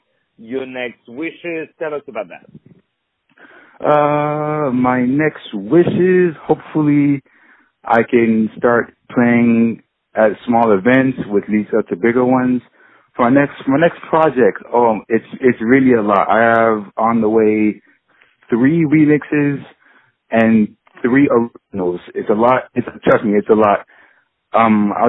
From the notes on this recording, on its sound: On the phone